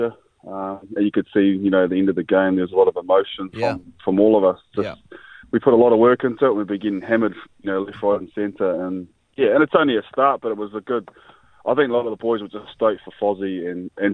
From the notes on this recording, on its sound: We were joined on the phone